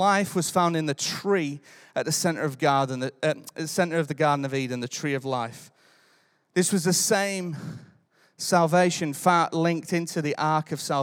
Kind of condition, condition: setting, large echoing room